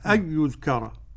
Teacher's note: إدغام بغير غنة بالنسبة للخلف عن حمزة